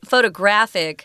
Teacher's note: photographic, the emphasis or zhongyin is on the third syllable